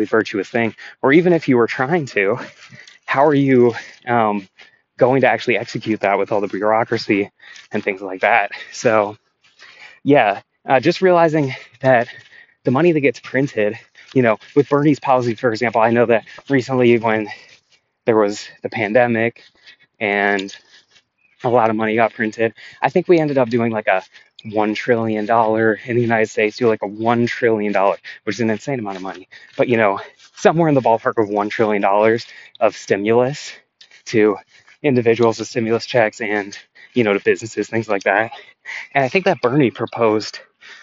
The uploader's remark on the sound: NOTE: I recorded this while walking. I was walking on rocks for the first couple minutes but realized it was loud, so for the last 90% the audio should be decent.